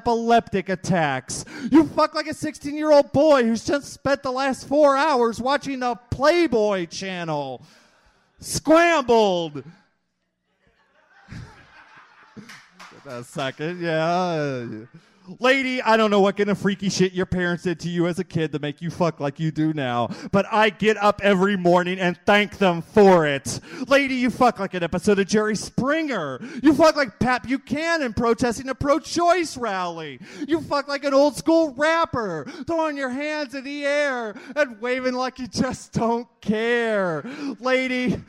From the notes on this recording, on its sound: part two of the slam recorded on May 29th 2001